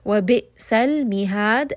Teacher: here we have dal with a qalqala, just a little bit of that bouncing sound.